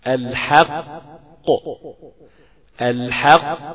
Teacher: هات الحق استعلى شوية بيها فخمها · حرف الحاء ده اخوانا ده حرف بسيط وحرف مستفل ملوش ذنب انك تفخم خالص. ده حرف مستفل بعد القاف، قاف مستفزة، قاف تخينة، قاف كده فخيمة، فعش انك انت تقوم مدخل اللي هتقولها حا الحق حرام يا ظالم فعش حا.